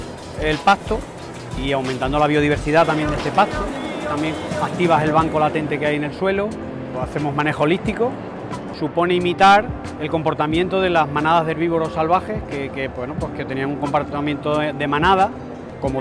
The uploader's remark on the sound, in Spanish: Breve documental grabado en la Fiesta de la Trashumancia 2019, Madrid.